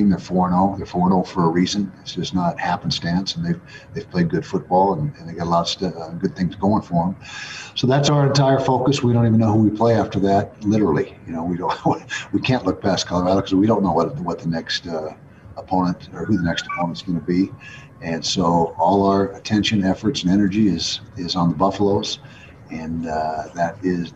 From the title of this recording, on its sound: Weekly Press Conference